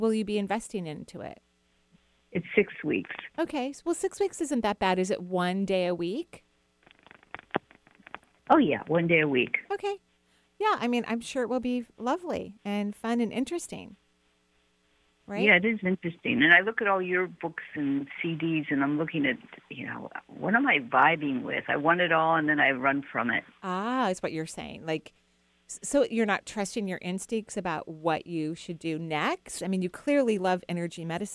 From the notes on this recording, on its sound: Enjoy a call-in show today.